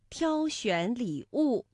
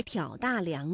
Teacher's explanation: 像挑选礼物，那就是读一声挑，而挑大梁呢，我们读三声